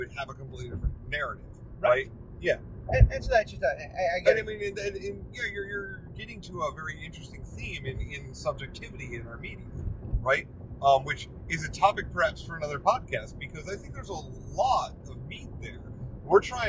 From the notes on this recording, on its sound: On our drive back from Cleveland, we once again took advantage of the drive to bring you a car talk episode, recorded on a phone in a car.